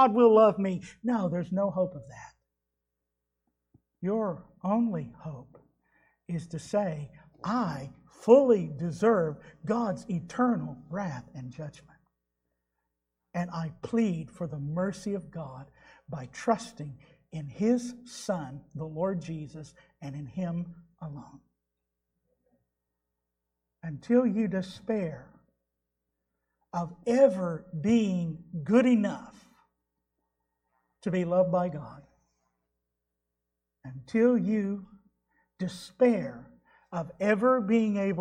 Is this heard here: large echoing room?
yes